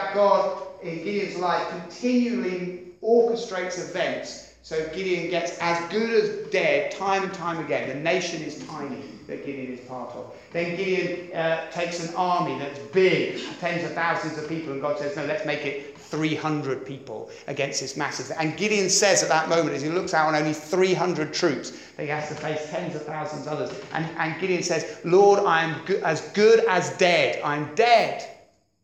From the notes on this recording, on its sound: At Beacon Church, Beacon International Centre on 26th Feb 2017.